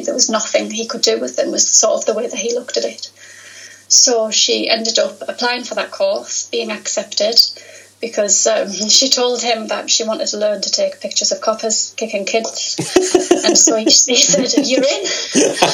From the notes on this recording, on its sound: This interview was recorded via Skype